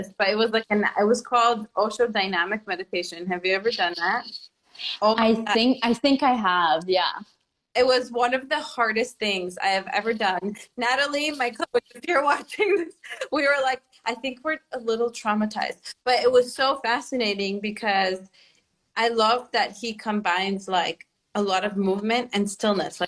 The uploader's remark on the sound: This episode is an IG Live turned into Podcast.